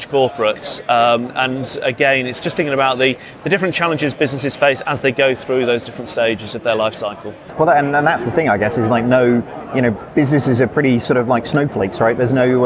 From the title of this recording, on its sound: Live from Xerocon